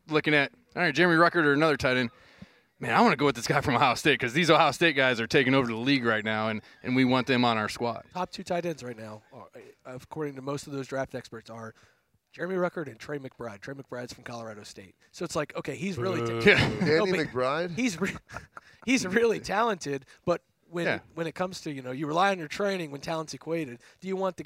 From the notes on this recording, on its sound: The Lettermen Live crew as they returned to Roosters in Columbus after their trip on the Buckeye Cruise last week.